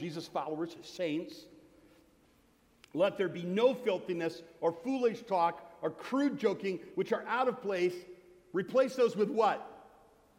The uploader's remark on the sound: Sermon from Bethel Church in Jackson, Michigan on November 19, 2017. Here is the audio version of my Thanksgiving sermon from Bethel Church in Jackson, Michigan.